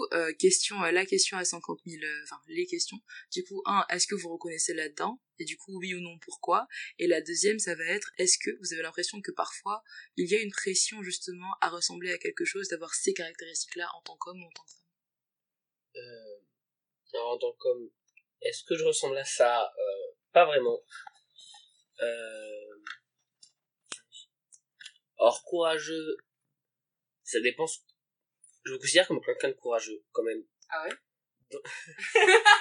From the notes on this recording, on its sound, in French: Je m’excuse par avance du son hihi, j’ai enregistré cet épisode cet été ( et je ne l’ai monté que cette semaine shame on me) et la qualité de mon matériel n’était pas terrible terrible hihi.